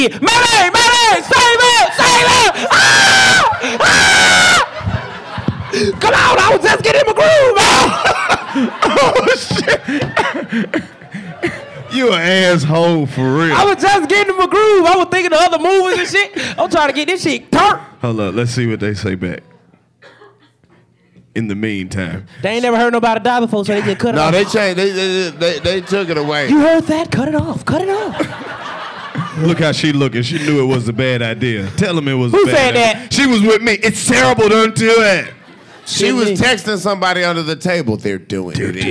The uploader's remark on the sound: Live from The West Palm Beach Improv. Take the 85 South Show live on the road to the West Palm Beach Improv.